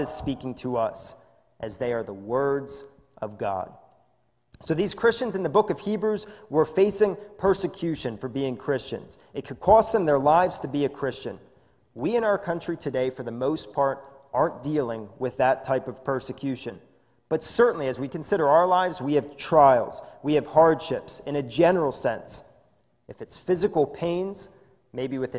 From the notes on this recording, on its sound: This is a sermon recorded live in the Lebanon Bible Fellowship Church in Lebanon, PA on 11/29/2020 during the morning service